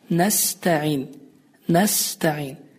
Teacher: deməli düzgün tələffüzümüz sin hərfinin sukunlu olaraq daha incə bir şəkildə tələffüz olmasıdır